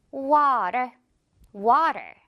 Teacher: 지금 이 T 소리들은 모두 리을처럼 소리가 나고 있어요. · Term: 연음